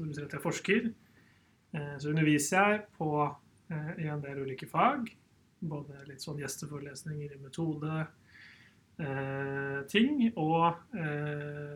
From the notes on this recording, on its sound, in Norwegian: Disclaimer: lyd med forbedringspotensial.